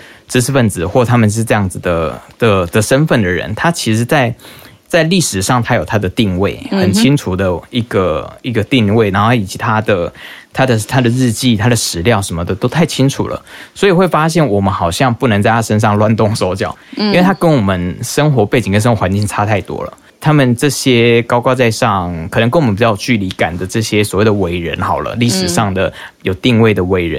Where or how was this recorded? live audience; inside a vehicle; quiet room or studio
quiet room or studio